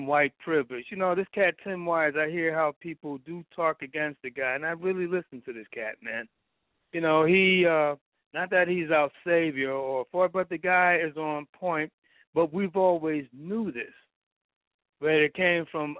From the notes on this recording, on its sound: TALK RADIO. LIVE and call-in broadcast.